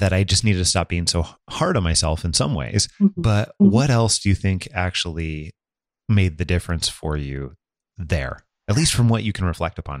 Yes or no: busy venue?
no